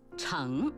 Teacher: 这个字本应该读阳平